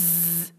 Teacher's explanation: ہم اس کے اندر تیزی ہوتی ہے، سیٹی جیسی کی آواز ہوتی ہے ز، یہ والی، تو اس کو ہم کہیں گے ایک حرکہ کے ساتھ ز.